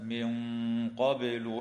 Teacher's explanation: وتخفى مع الغنة مفخمة في قوله تعالى من قبل